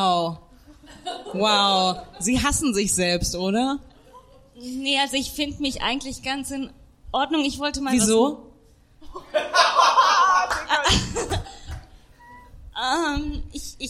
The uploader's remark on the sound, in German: Haben wir auch das allererste Mal im Comedy Café Berlin LIVE aufgezeichnet. Wir haben an dem Abend 280 Euro Spenden für das Diversity-Programm vom Comedy Café eingenommen.